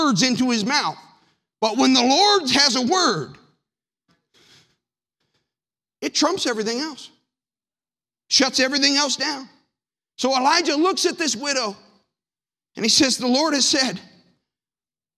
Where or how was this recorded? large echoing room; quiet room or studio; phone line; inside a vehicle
large echoing room